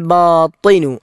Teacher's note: ത എന്നത് നാവ് പല്ലിൻ്റെ മുകൾ ഭാഗത്ത് വെച്ച് വായ നിറച്ചുച്ചരിക്കേണ്ട അക്ഷരമാണ്.